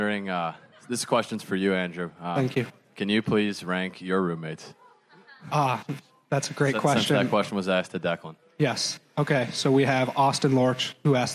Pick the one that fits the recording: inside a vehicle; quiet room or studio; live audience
live audience